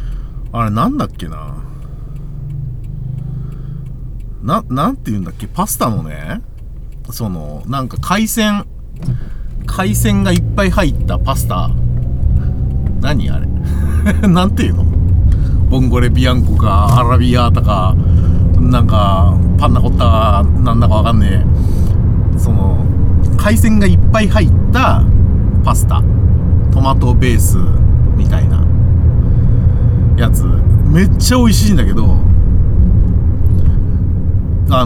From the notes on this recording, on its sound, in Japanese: ただ運転して、ただ話してるから。車の走行音と運転手の声を遠くに聞きながら、ぼんやりとまどろんでいただくことを目的にした音声です。